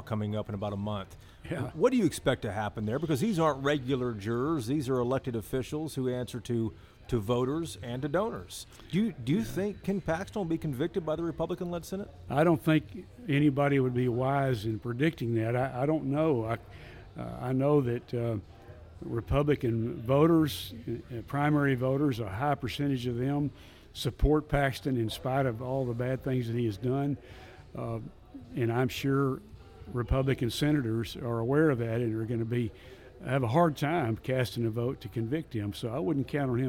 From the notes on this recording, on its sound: This episode was recorded at the iconic Stoneleigh P in Dallas